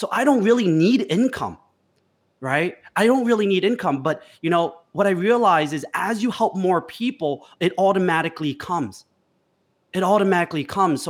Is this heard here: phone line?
no